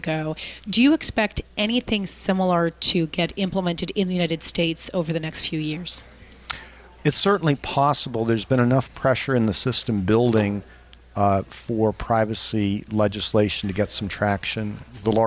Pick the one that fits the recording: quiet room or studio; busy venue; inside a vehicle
busy venue